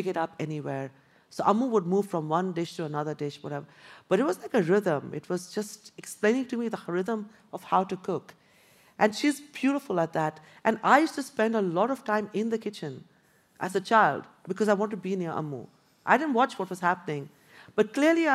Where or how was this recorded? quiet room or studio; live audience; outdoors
live audience